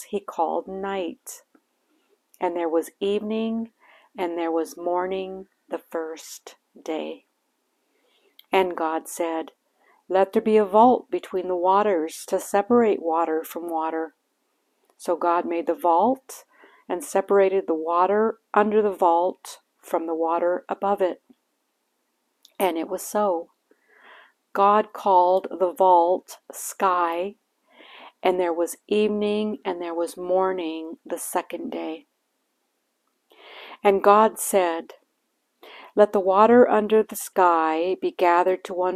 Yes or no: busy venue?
no